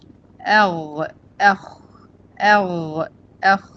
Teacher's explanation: أدنى الحلق مخرج أخ الغين ورا والخاء أمامها قدام، يعني الأقرب لبره لفمي هو الخاء والغين لجوه. أخ ده أدنى الحلق عند منطقة جذر اللسان مع الحنك الأعلى